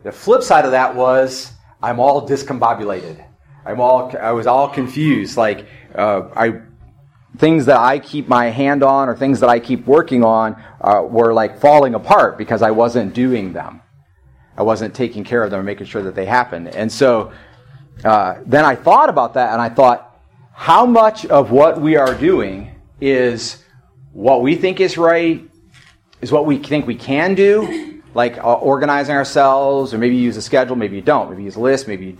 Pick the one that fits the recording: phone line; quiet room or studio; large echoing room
large echoing room